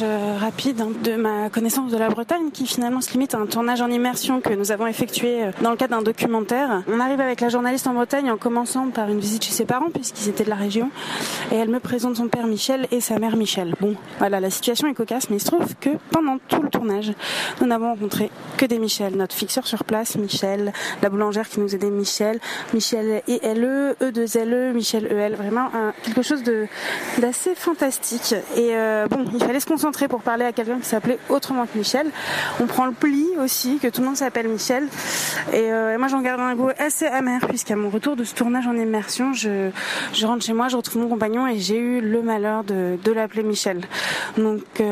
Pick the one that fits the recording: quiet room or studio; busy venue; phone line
busy venue